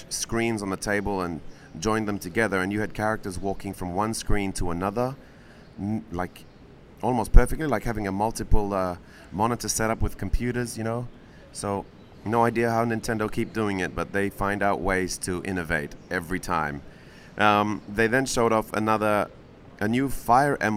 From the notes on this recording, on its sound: live at E3